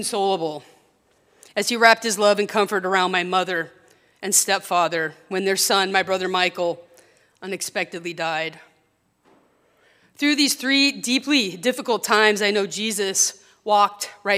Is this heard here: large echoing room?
yes